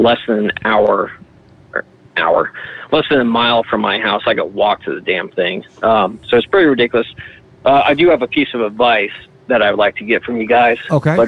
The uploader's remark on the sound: The Bathhouse is a live call-in show from the green room of The Stand one of New York City's best comedy clubs.